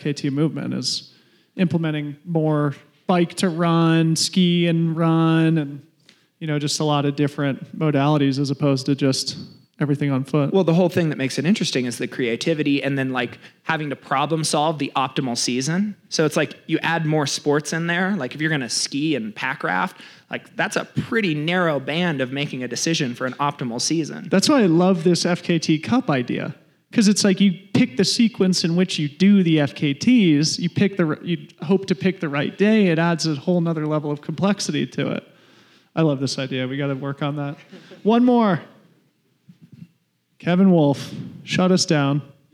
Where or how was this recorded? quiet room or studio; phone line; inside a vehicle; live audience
live audience